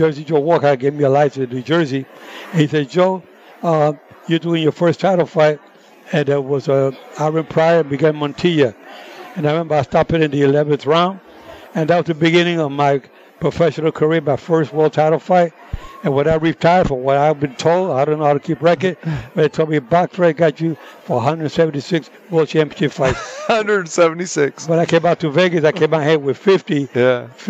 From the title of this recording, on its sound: Live from the Super Book at the Westgate Las Vegas